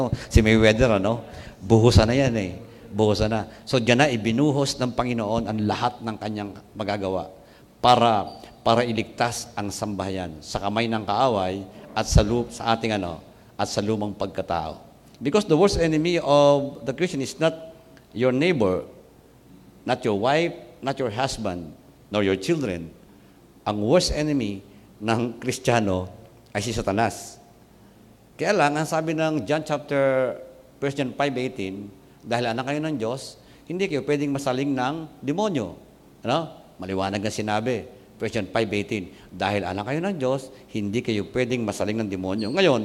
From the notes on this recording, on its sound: Recorded on April 04, 2021, at CJCRSG Main, Sto. Tomas City, Batangas.